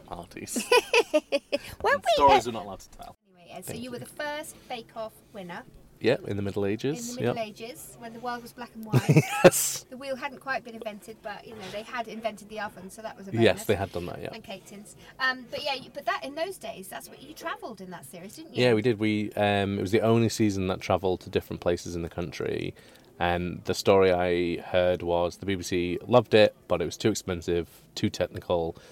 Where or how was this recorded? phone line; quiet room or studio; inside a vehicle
inside a vehicle